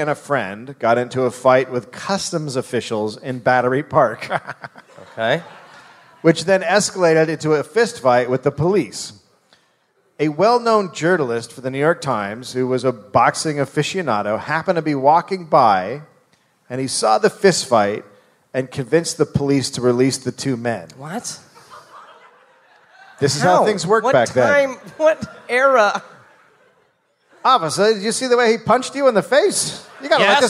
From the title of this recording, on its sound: Live in Detroit